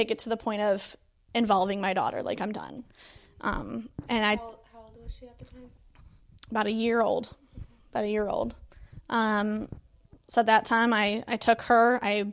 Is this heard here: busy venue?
no